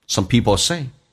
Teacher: some 在口语化当中经常说 s 加 m 叫 some